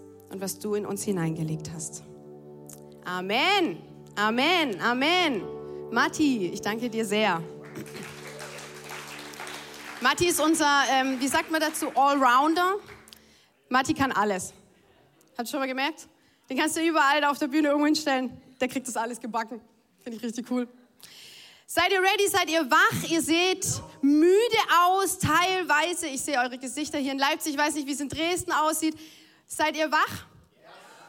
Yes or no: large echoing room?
yes